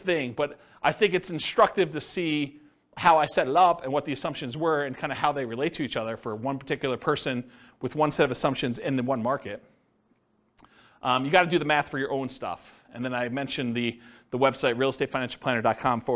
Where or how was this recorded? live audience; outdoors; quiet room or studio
live audience